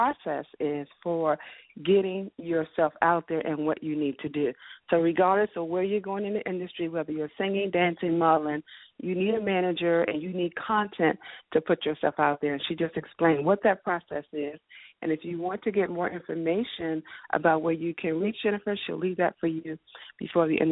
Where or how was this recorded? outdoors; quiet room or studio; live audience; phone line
phone line